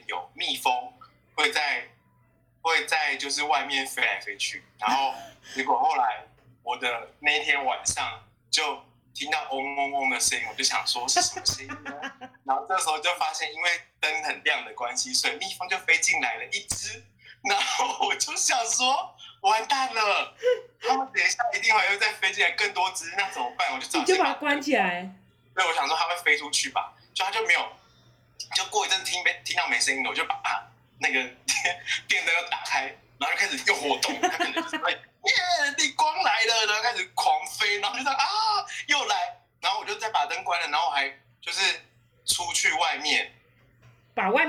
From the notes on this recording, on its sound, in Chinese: 希望大家不要太介意這不佳的錄音品質。也希望疫情過去後我們也能開始跟朋友見面重新進行面對面錄音聊天的日子。